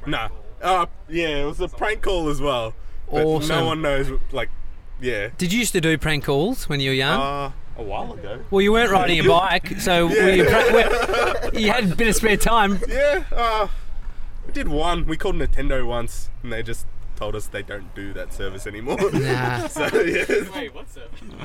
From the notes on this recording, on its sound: Celebrating episode 40 of The Daily Talk Show LIVE from the Krispy Kreme carpark